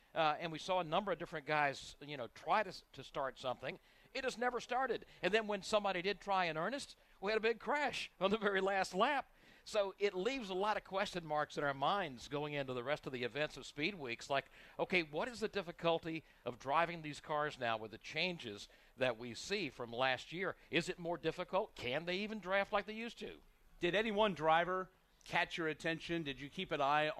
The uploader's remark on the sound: NASCAR Live from Daytona